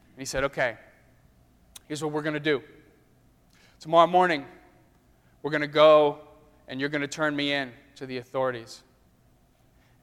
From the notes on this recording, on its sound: during the Crossroads service (9:30 am) on Sunday, February 21, 2016, at First Presbyterian Church of Arlington Heights, Illinois